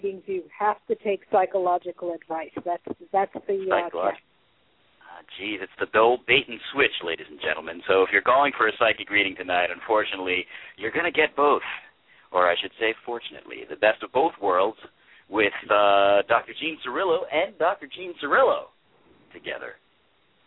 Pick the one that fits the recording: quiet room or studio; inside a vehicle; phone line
phone line